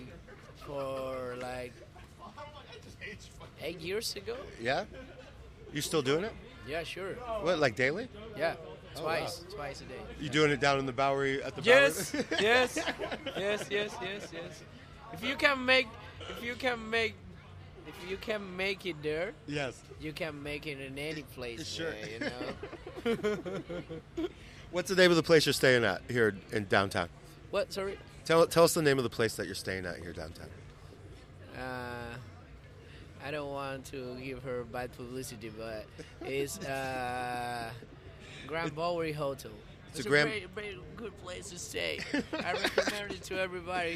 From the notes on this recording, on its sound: Recorded live between midnight and 2am on the streets of the Lower East Side at 117 Ludlow St in front of the Alyssa Davis Gallery afterparty.